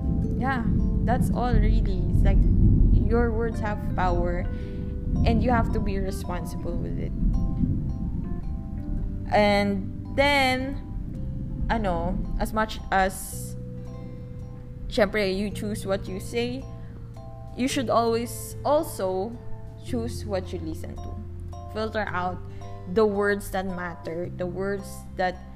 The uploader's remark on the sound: Grabe yung tahol ng aso, kulog, at wangwang parang ayaw akong pagrecord-in.